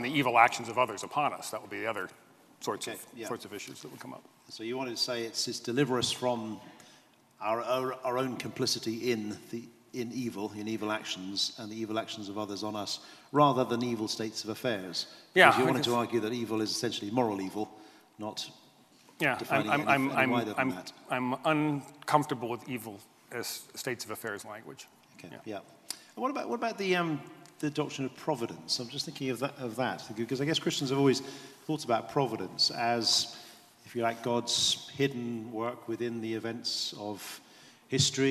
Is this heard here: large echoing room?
yes